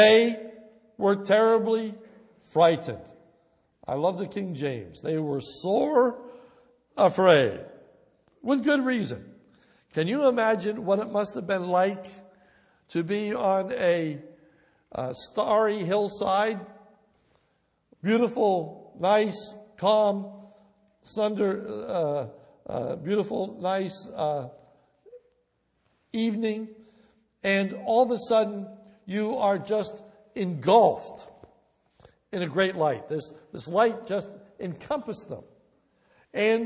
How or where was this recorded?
large echoing room